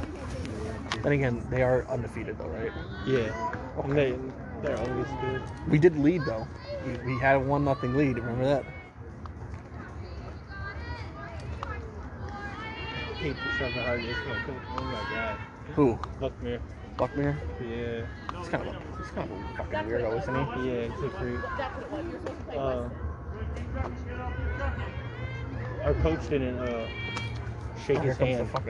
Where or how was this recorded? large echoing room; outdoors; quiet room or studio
outdoors